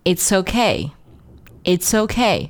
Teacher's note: it's 和 okay 啊，连读 it's okay, it's okay,辅音和元音的一个连读